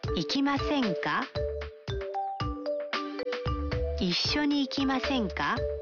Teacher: Se agrega ka y se eleva la entonación al final.